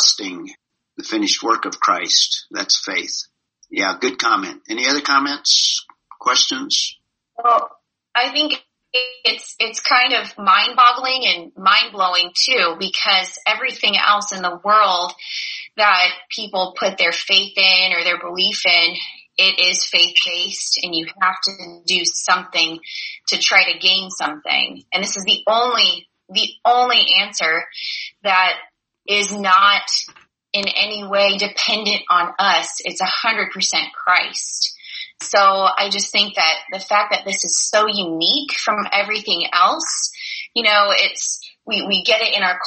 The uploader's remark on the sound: This was zoom meeting #15